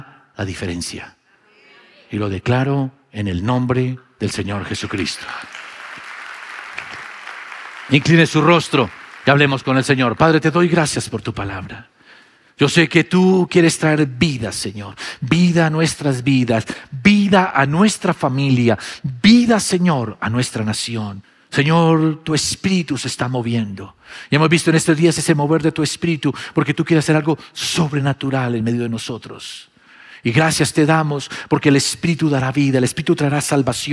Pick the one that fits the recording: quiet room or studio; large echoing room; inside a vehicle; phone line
large echoing room